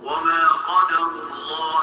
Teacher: واحد أقصى اللسان مع ما يحاذيه من الحنك الأعلى القاف